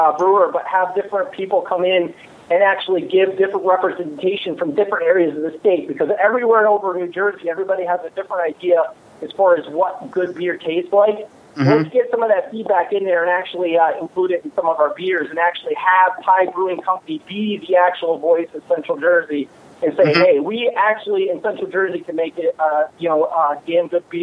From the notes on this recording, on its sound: Pi Brewing called.